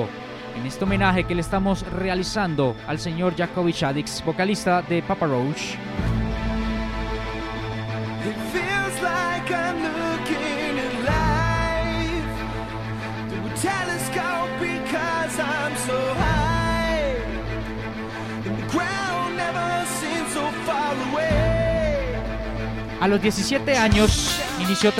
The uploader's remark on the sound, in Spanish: grabado en vivo